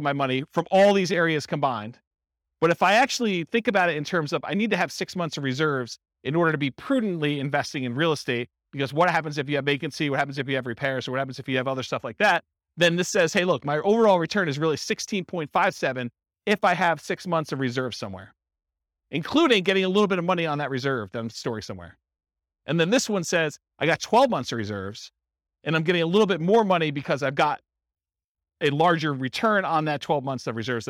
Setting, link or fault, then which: setting, live audience